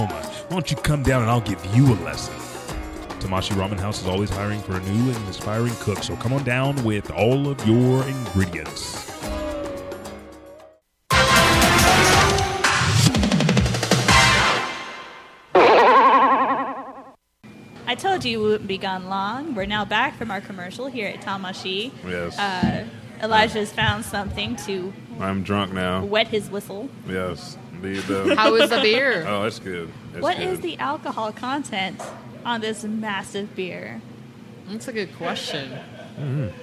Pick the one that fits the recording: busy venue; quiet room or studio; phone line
busy venue